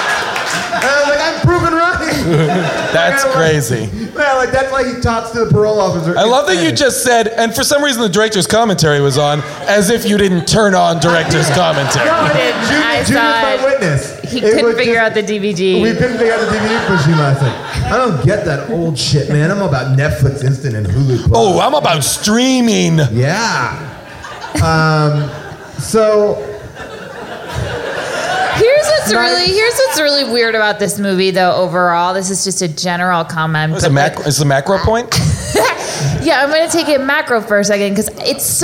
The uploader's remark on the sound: Recorded LIVE at SubCulture in New York